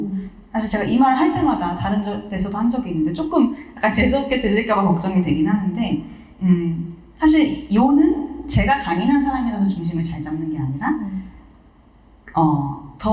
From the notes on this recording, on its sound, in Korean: 특집 공개방송 2부.